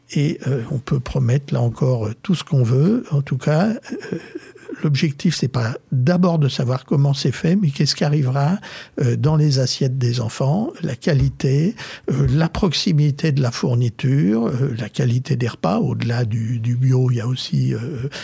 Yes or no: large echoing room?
no